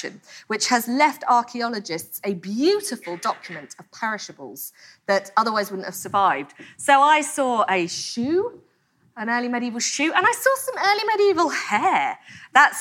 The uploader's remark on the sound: a talk she delivered at our 2019 BBC History Magazine History Weekend in Winchester